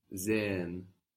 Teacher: The S on sehen sounds like a Z.